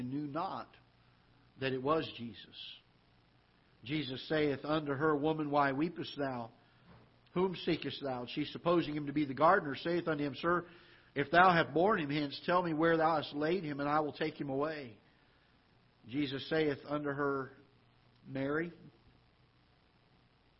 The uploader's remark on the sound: Ketha Heights Baptist Church ~ Live Broadcast